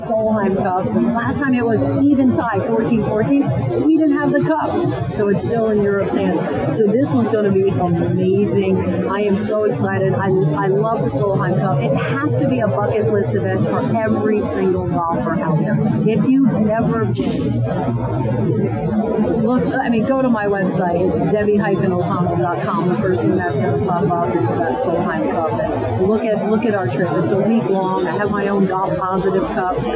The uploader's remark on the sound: Live From the Floor of the PGA Merchandise Show.